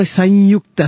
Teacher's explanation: anuswara followed by ya becomes ya